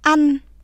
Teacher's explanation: 日本語のあより口を広く開き短く発音する